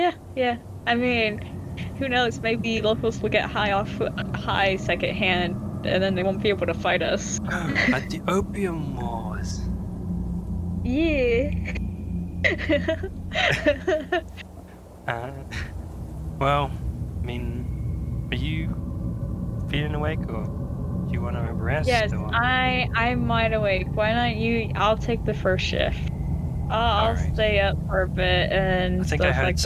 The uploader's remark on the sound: weird noises keep coming from outside.